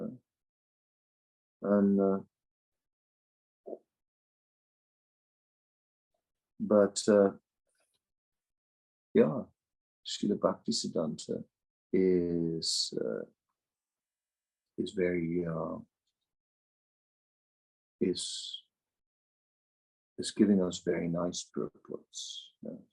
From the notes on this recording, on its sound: Zoom Meeting